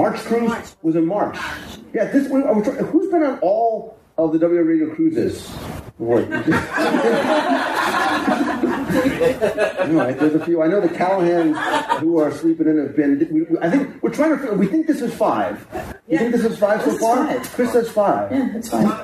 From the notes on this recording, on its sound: This week’s show was recorded live during our WDW Radio Cruise to Alaska on the Disney Wonder last week.